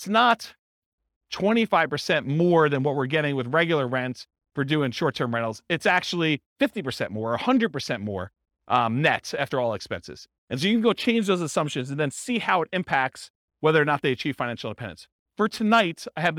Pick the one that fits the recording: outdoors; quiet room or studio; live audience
live audience